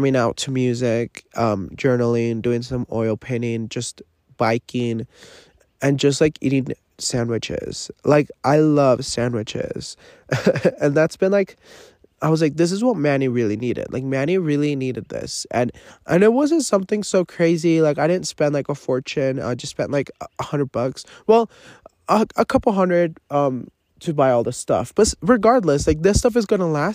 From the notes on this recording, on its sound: Live from the forest. I am camping alone.